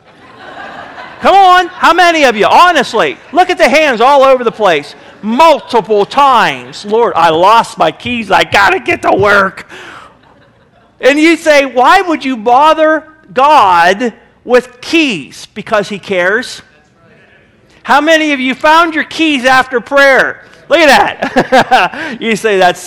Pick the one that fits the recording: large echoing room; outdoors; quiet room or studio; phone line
large echoing room